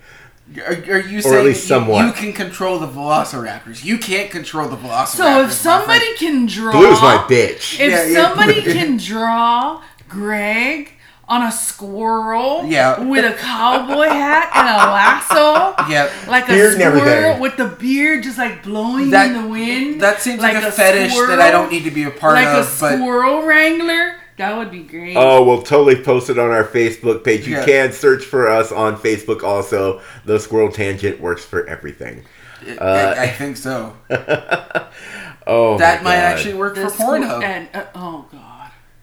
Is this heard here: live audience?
no